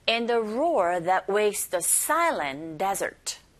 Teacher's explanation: In the roar 발음하실 때 역시 R로 시작하는 단어인지라 우 하면서 준비하시고 roar 할 때 혀가 그 어디에도 닿지 않아야 된다는 거